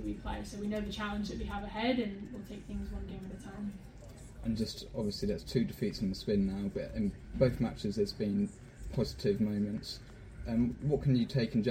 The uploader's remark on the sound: POST MATCH PRESS CONFERENCE